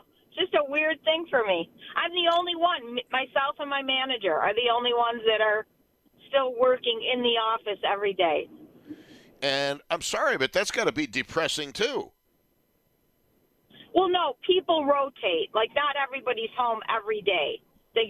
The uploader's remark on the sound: takes your phone calls